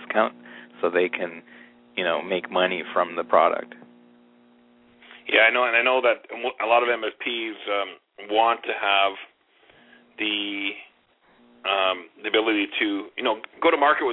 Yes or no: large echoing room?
no